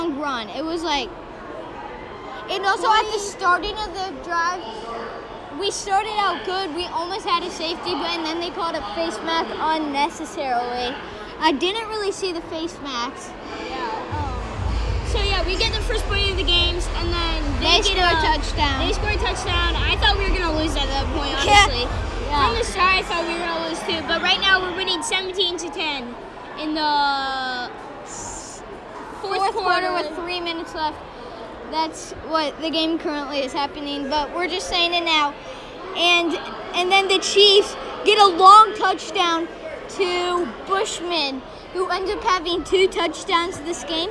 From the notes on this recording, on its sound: Live from Arrowhead!! Report live from Arrowhead on the final preseason game!